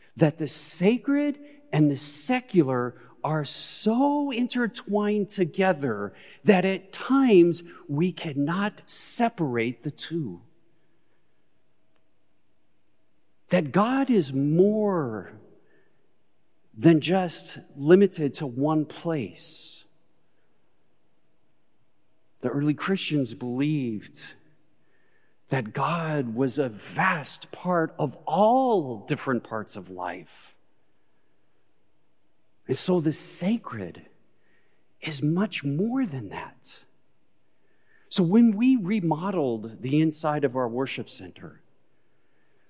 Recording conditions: large echoing room